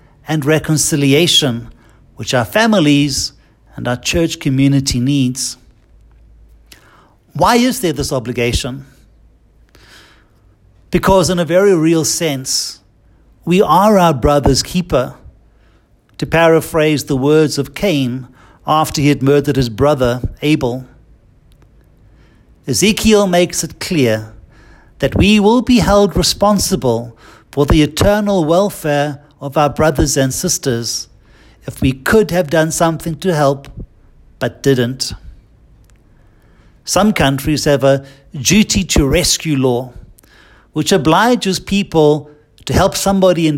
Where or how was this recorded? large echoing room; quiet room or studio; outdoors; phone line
large echoing room